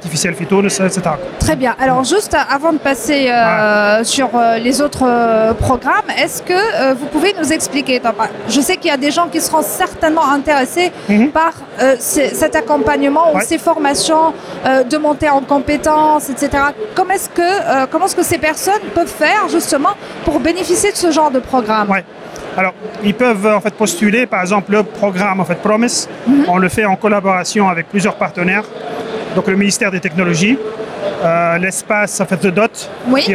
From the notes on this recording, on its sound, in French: Dans ce premier épisode de notre édition spéciale de DigiClub en direct de Paris, nous avons interviewé durant le salon VivaTech 2023